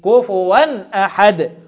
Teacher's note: إظهار حلقي، يبقى كفوا أحد التنوين بعد منه الهمزة إظهار حلقي